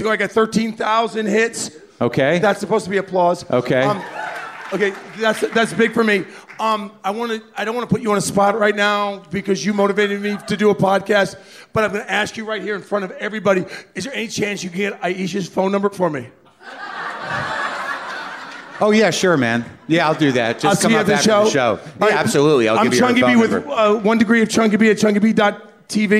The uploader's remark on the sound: Live From the LA Podfest